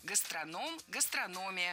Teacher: Ударение ставим только на третий слог.